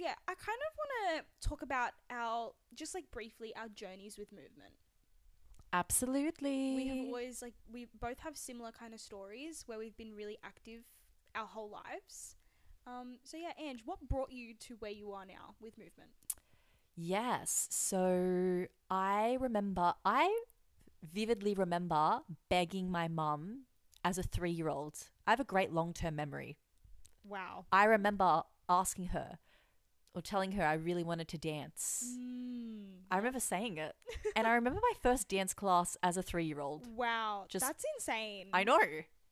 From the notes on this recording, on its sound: We've noticed we had some slight audio glitches with our microphones this episode!